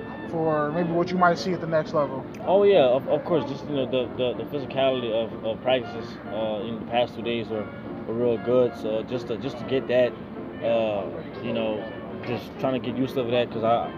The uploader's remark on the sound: live from the NFLPA Collegiate Bowl practice